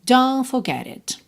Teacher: Esses T's nunca vão aparecer. Você vai ouvir don't forget it, ok?